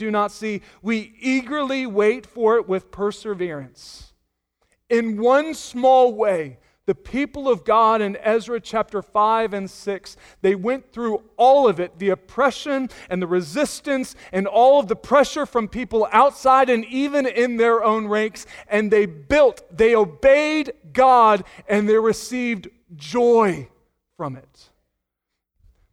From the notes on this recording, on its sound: Sunday Morning Sermon Audio.